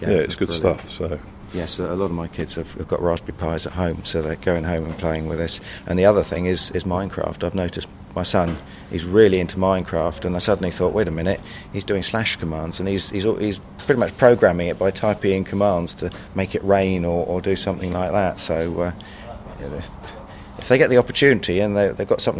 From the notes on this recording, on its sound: The interview was conducted at OggCamp 14 , a free culture unconference, held in Oxford UK on the weekend of October 4th-5th 2014. OggCamp Interview.